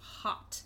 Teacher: When the consonant is closed and it has a consonant at the end, that it shuts out the vowel sound, and the vowel sound gets clipped off